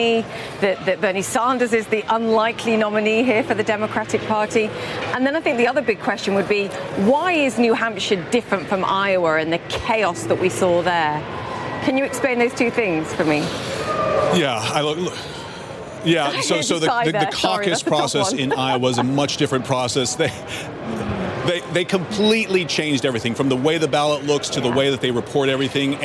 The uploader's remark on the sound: live from the New York Stock Exchange.